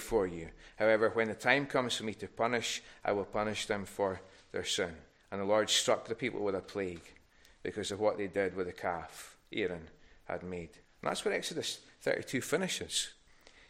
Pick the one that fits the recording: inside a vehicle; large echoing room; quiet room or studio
large echoing room